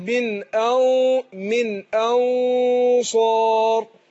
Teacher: النون في كلمة أنصار نون ساكنة هنخفيها عند الصاد بس الصاد حرف مفخم فبفخم الغنى